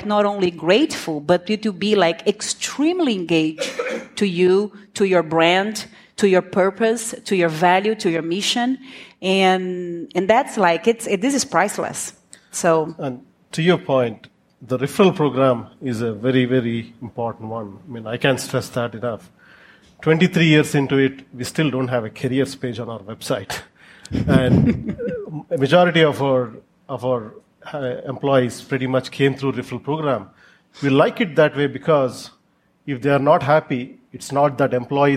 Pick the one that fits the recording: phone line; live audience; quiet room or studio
live audience